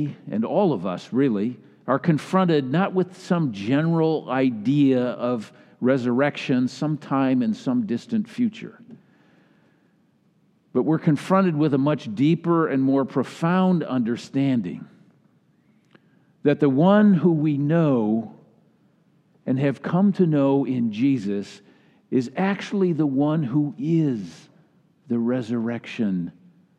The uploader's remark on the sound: delivered during the Traditional Worship service.